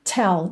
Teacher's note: Tell tem um arzinho nesse T